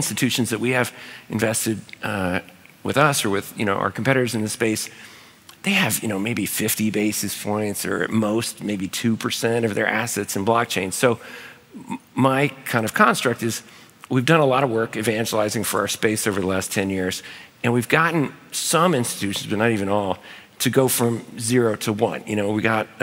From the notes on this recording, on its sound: In this special episode recorded live at SALT NY.